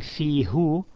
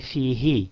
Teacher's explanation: because fi ends with a kasra e sound, it's just easy in pronunciation, instead of saying fihu, to say fihi · Shown in: second take · So merely for the ease of pronunciation, we say fihi, although the damir it changes no grammatical value from who to he.